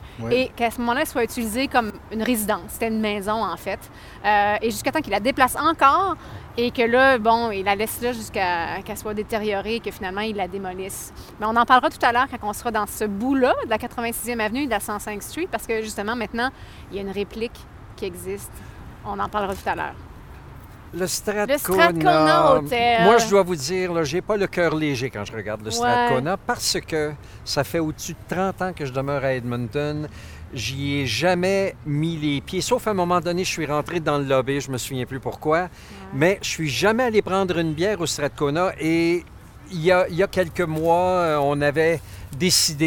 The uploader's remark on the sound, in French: Parcourent le « Vieux Strathcona », zone historique de l’ancienne ville du même nom, amalgamée à Edmonton en 1912. Autour d’un café à la brûlerie Ace Coffee Roasters (10055-80 ave). L’équipe se rend ensuite où tout a commencé, au coin de l’avenue Whyte et de la 103ème rue, emplacement des première et deuxième gares de train ainsi que du mythique Strathcona Hotel.